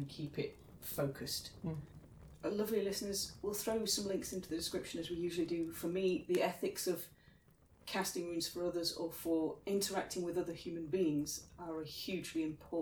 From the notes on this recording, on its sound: Background fire ambience